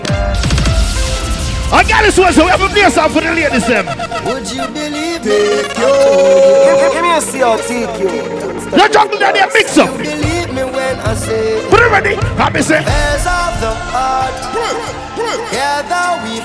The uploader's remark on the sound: LIVE AT GALLIS WEDNESDAYS